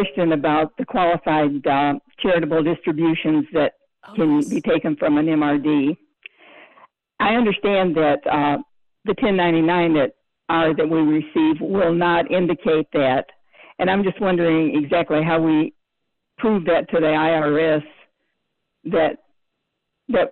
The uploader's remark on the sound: Friday show we are live on this beautiful Saturday before the end of tax season. Why don't we go ahead and head right to the phones. It looks like we've got our first caller on there.